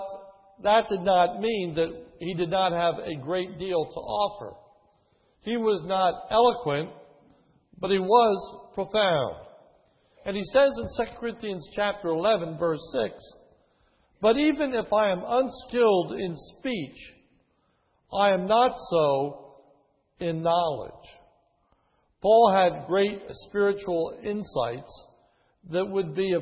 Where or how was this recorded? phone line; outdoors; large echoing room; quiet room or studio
large echoing room